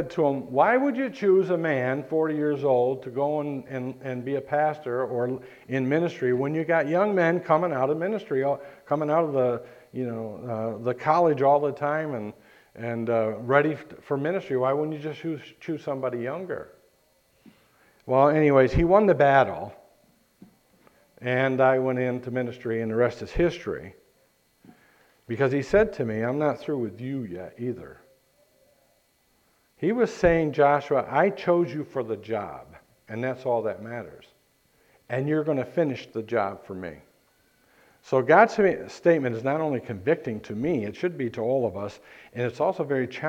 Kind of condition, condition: setting, large echoing room